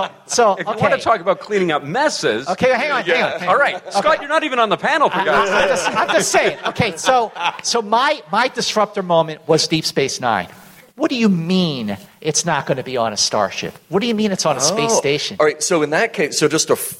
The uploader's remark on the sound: Recorded live at the Creation "56 Year Mission" Convention in Las Vegas.